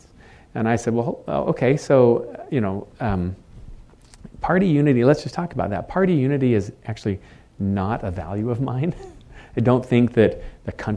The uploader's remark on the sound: In front of an audience at KSL Broadcast House.